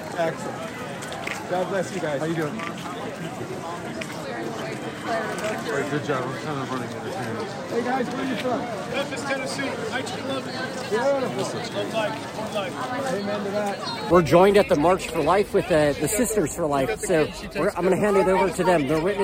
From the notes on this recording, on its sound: joined with tens of thousands of other pro-lifers to witness for life at the March for Life 2024 in Washington, DC